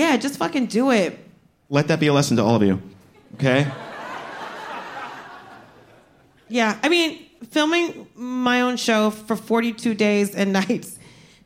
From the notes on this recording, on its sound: LIVE at the Bell House